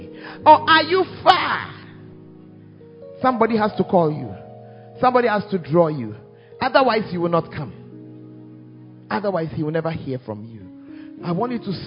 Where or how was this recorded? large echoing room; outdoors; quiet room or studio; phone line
large echoing room